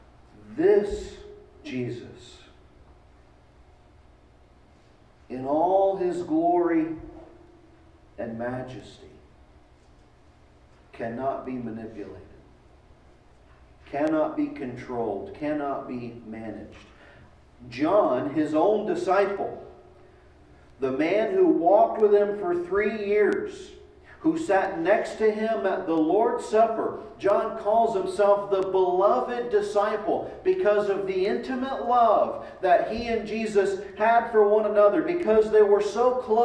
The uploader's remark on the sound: Delivered at East Eleventh Street Baptist Church.